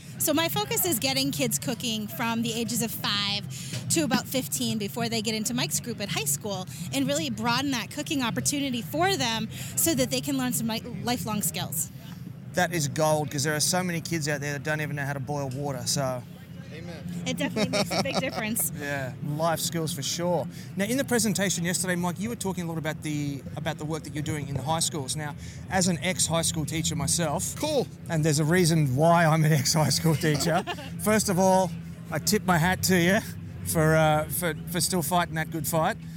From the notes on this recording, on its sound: This is the third and final episode recorded live that the NBBQA’s annual conference in Kansas City. The last day of the event was a double-headed Steak Cookoff Association competition. Barney Allis Plaza in the middle of down town Kansas City for the NBBQA BBQ Classic!